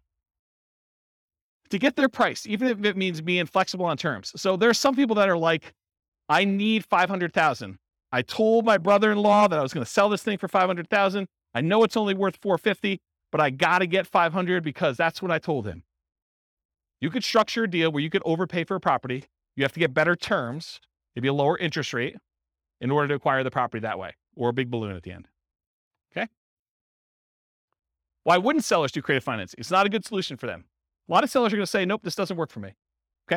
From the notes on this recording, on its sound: This was a live class recorded. In Wilmington, Delaware.